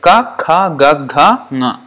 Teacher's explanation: unvoiced, unaspirated, unvoiced, aspirated, voiced, unaspirated, voice, aspirated, and resonant or nasal